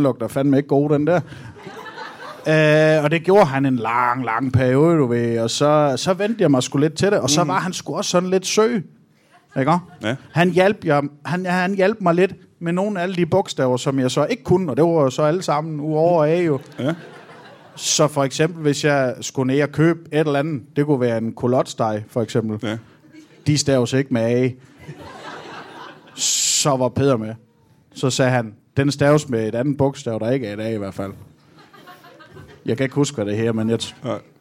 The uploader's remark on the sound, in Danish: LIVE fra Teater 95b i Odense.